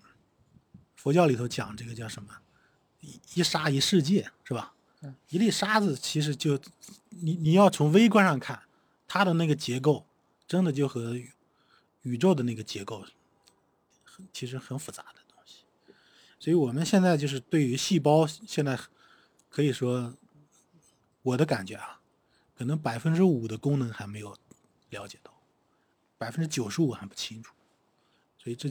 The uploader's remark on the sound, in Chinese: 本期是在户外录制，声音质量略受影响